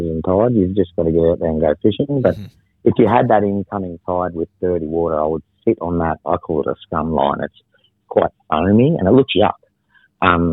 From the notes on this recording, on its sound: On the phone to chat all things victorian bream fishing.